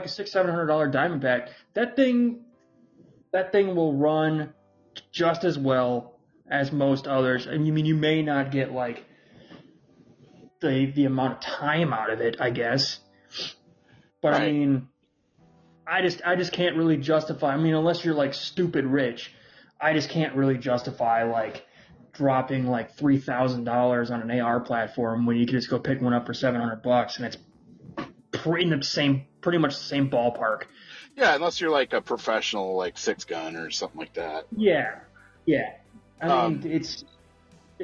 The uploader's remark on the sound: We are working with what we have now. We are recording from 2 sides of the country. I assure you our audio will get better.